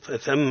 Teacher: الميم مشددة يعني مضاعفة، حكمها الإدغام مع الغنة